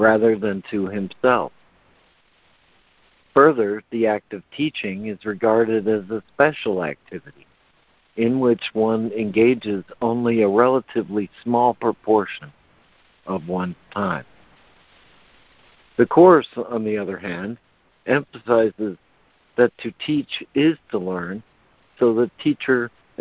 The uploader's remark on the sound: ACIM Daily Conference Call